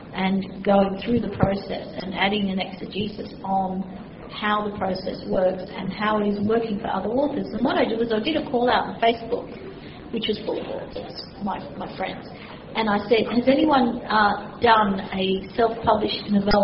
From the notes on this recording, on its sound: This weeks chat was recorded at Swancon. It is a live recording in an auditorium and while the recording is good there is some background noise. At some points members of the audience ask questions and where the mic has picked them up the production team has left them in the recording.